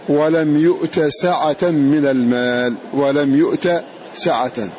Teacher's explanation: يمتنع إضغام التاء في السين وإن كانت تضغم فيها لأجل علة ذلك الجزم